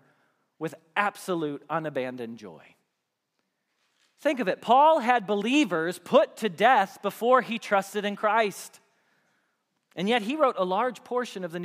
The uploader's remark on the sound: Message Preached at Valley Creek Church